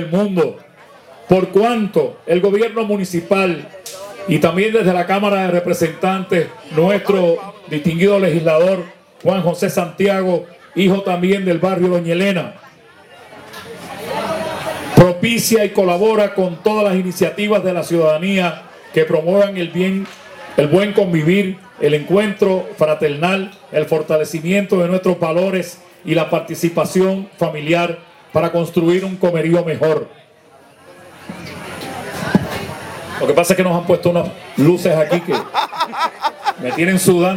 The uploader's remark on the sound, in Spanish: Tras la invitación que nos hicieran el Comité Organizador del Festival La Loma del Tamarindo a poder ir a grabar parte del Festival. Llegó al Festival y pudo grabar parte del evento, además de varias entrevistas.